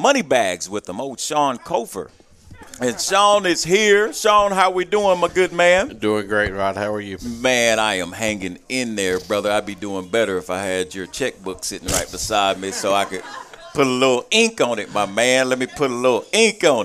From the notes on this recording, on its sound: live from Monte De Rey Mexican Restaurant